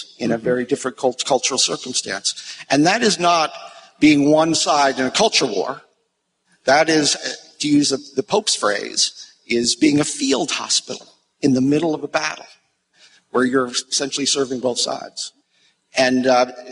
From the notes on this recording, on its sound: at the ERLC's 2015 National Conference for a panel discussion